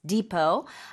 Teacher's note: Depot is spelled D-E-P-O-T. We don't pronounce the T at the end, so it's pronounced depot.